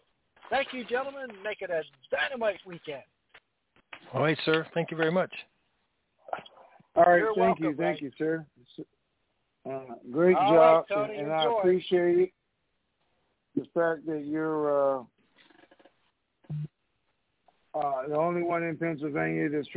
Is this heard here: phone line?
yes